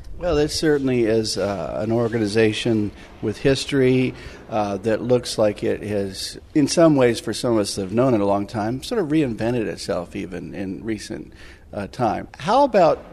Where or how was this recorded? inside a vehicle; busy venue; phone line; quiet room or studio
busy venue